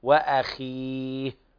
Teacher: الخاء أقل مرتبة والهمزة مرققة